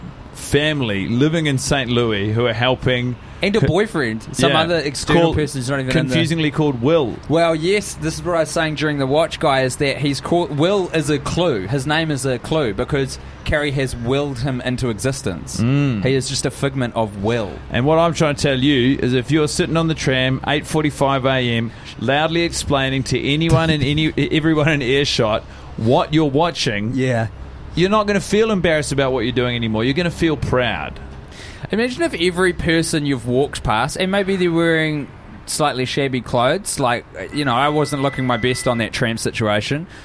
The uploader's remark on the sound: The boiz are together in Melbourne and recording on a balcony 34 floors in the air.